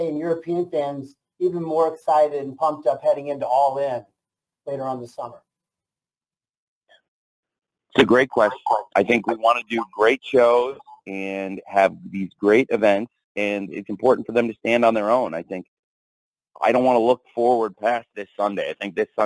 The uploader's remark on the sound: Double Or Nothing 2023 Media Call. Audio used with permission of All Elite Wrestling.